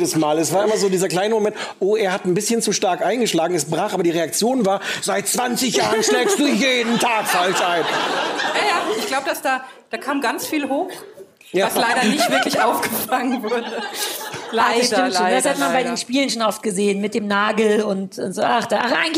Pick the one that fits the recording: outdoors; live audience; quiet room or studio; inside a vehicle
live audience